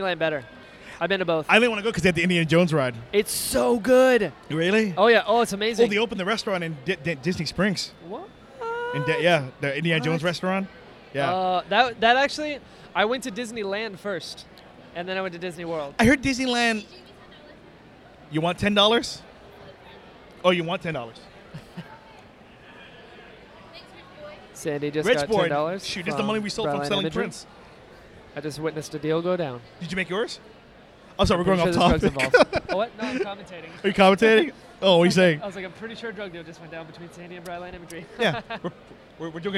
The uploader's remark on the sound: This week's episode was recorded at Animate!